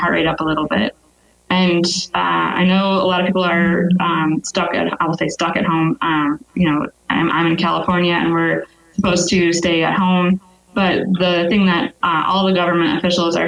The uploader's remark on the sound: we take a listener call